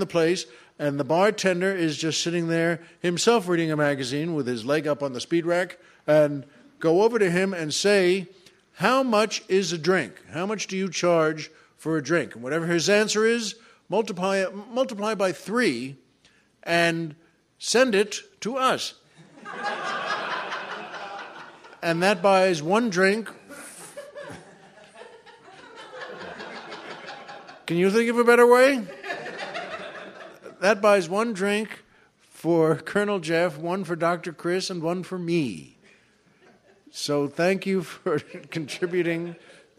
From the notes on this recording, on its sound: recorded at the third annual LA Podcast Festival